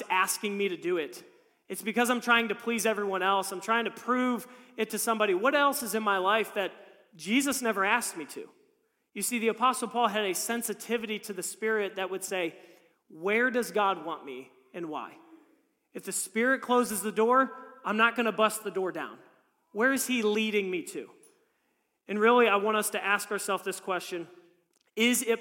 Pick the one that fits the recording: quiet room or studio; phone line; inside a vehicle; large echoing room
large echoing room